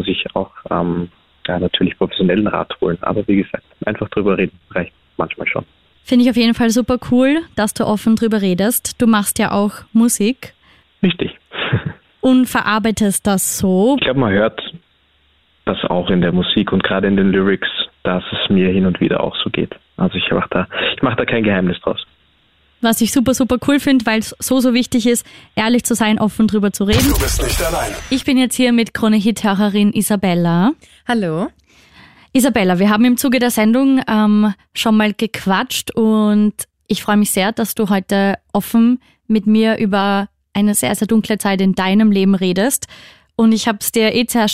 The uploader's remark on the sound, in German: Am Telefon